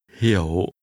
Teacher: Remember to pronounce understand with a falling, rising tone.